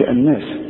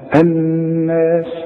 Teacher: النون المشددة لازم تغن بمقدار حركتين · Shown in: second take